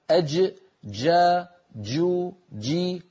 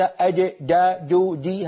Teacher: الجيم بحاجة إلى أن لا تكون مخلوطة بالدال · Shown in: first take · أج جا جو جي وليس أج دا جو جي، هذه صوت جيم مخلوطة بدال نسمعها من بعض الناس ولا تصح، فيها صوت مخلوط من حرفين.